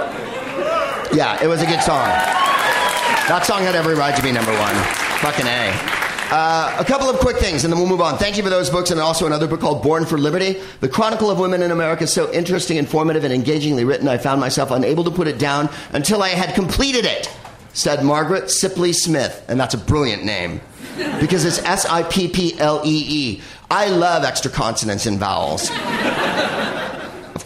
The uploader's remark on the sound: Live from The Bell House in Brooklyn, NY